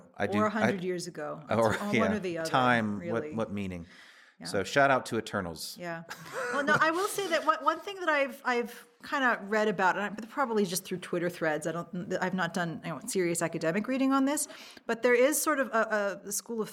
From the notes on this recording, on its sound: Q&A with LIVE AUDIENCE. This episode was recorded with a live audience from Bilkent Think Colorfully, Bilkent Wizards, and Bilkent Cinema Society.